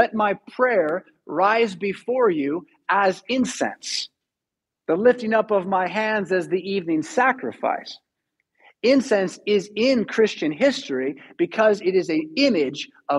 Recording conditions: large echoing room